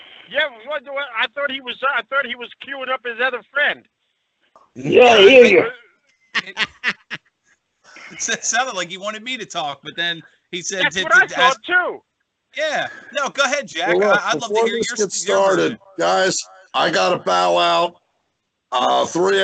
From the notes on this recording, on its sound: take a phone call or two and will be joined by a very special call in guest